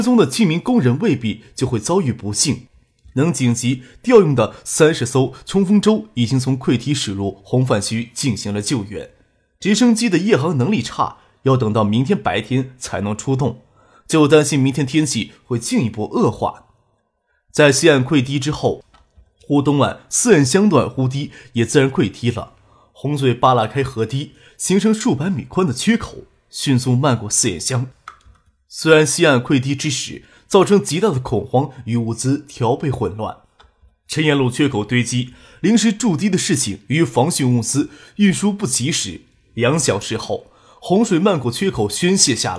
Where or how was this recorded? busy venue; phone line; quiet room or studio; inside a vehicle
quiet room or studio